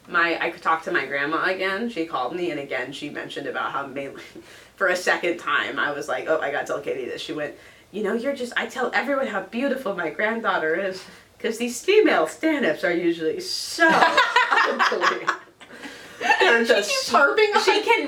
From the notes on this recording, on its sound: the audio is going to be better by Episode 6, we swear!